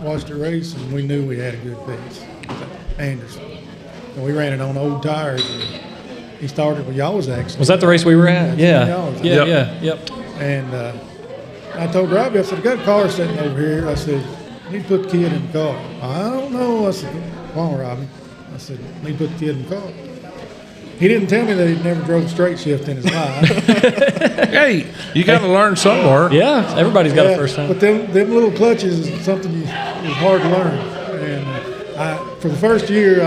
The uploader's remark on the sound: LIVE from the Brickyard Cafe